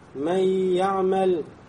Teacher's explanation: Значит, нун здесь вошел, да, в я. · Term: Накис